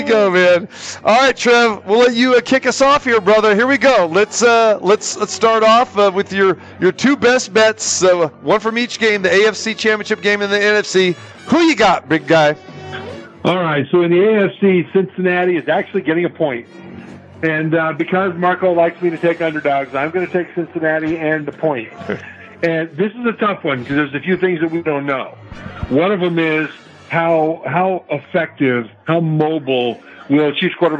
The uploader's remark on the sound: Live from the Superbook at the Westgate Las Vegas